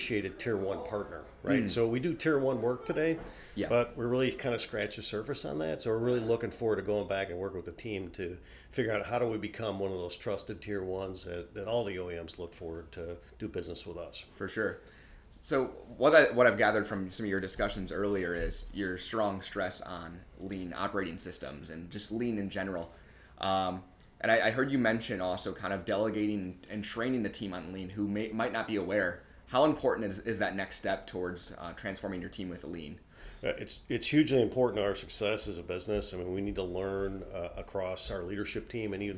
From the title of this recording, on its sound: LIVE From Kem Krest’s 2023 Leadership Retreat